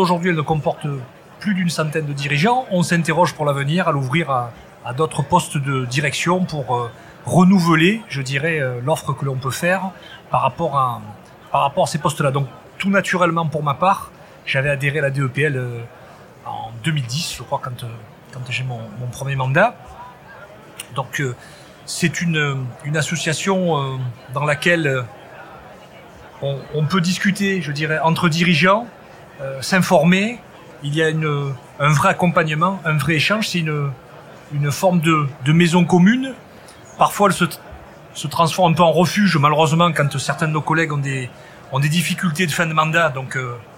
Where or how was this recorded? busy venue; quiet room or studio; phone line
busy venue